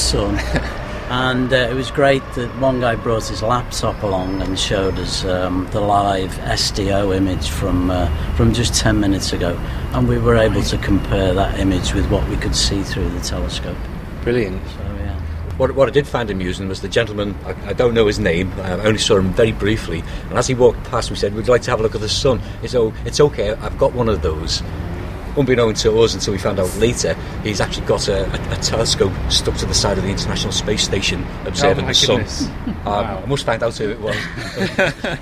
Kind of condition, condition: setting, busy venue